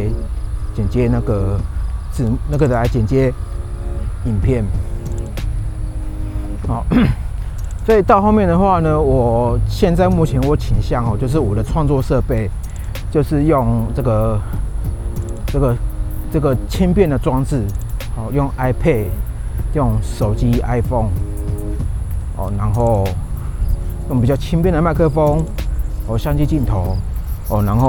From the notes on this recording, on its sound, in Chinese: 邊走邊講，這晚我在河濱講。本集順便測試戶外的環境收音情形，感覺效果不錯，只是風大會吹爆gain，還好是幾秒時間。